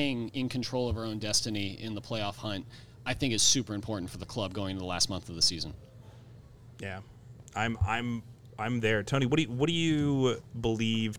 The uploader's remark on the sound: Live from Stone Brewing